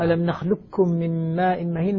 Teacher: هو الإدغام الكامل سقوط القاف الكاف ذاتا وصفة